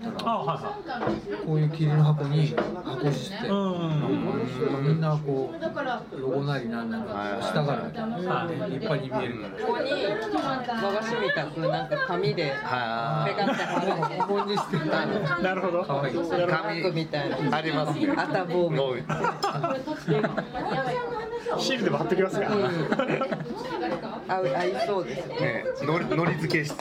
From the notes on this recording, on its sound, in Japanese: バルで収録したため結構ガヤガヤしてます。